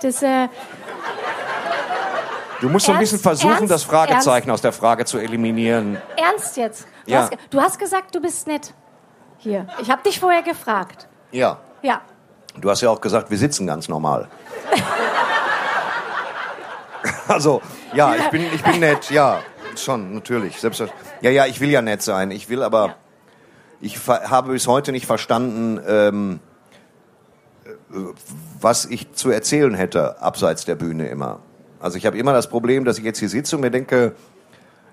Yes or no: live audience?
yes